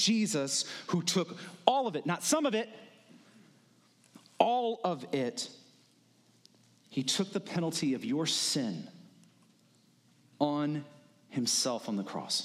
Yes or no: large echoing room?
yes